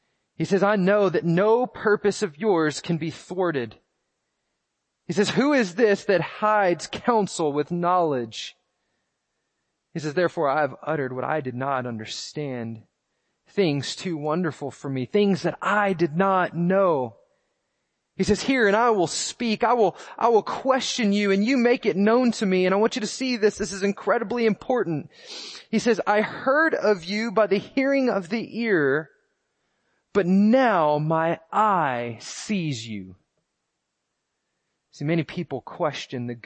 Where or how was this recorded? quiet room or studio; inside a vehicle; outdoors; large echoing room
large echoing room